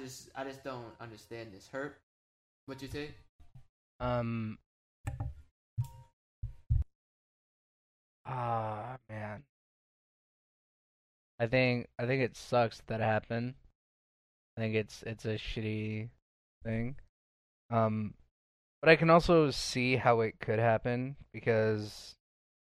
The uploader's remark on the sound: Pants audio done messed up!